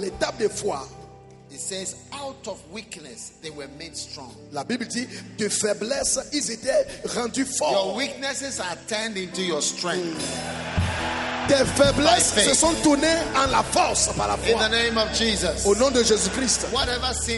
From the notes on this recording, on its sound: Preached at the Give Thyself Wholly Conference, August 2022, Mampong-Ghana.